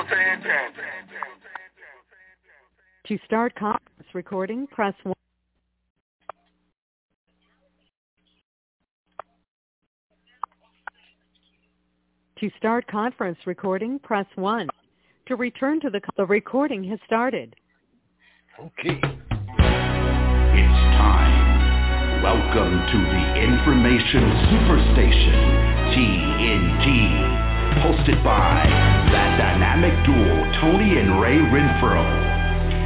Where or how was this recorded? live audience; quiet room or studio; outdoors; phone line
phone line